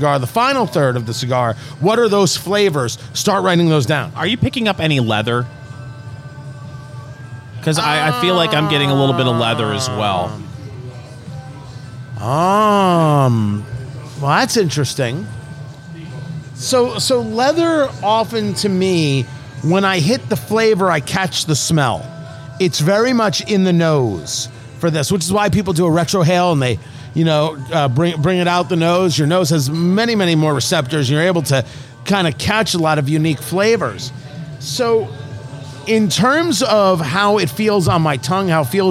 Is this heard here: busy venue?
yes